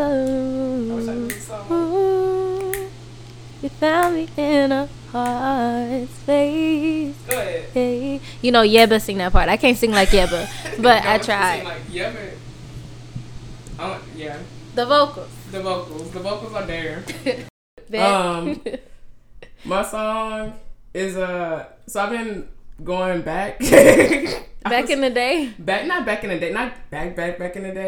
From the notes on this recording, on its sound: The audio will be better next episode.